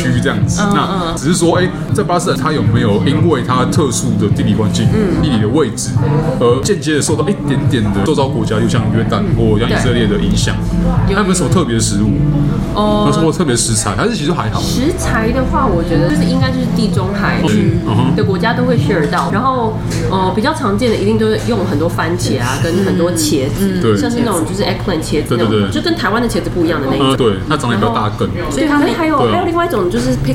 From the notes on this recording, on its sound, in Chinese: 本集白噪音指數：北風級 4/5。在台北深冬的晚間，一間提供東地中海料理的、背景音樂放得震天響的餐廳內。錄音地點： V&O Bar Kitchen。